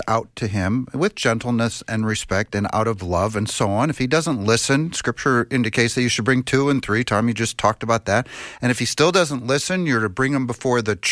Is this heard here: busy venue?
no